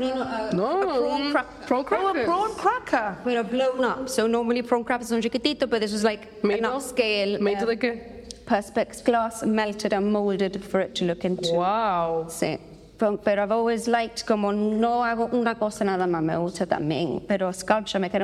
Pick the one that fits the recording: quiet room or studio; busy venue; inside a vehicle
busy venue